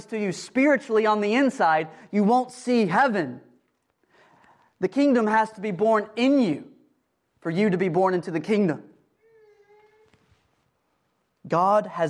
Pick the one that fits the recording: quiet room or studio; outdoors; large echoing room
large echoing room